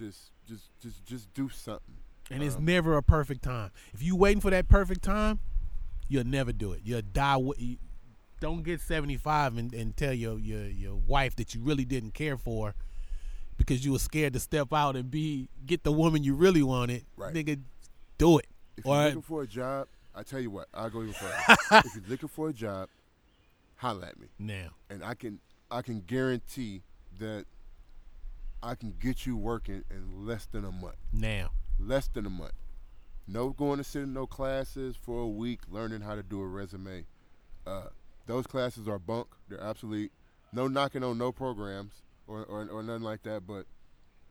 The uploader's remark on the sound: Podcast was recorded at Kellers Beach in Point Richmond. Some even stopped the podcast to talk to him.